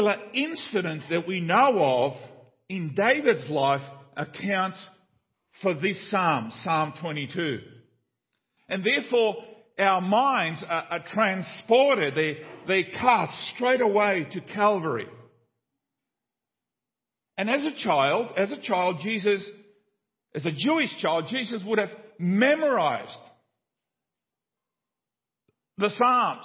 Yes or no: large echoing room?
yes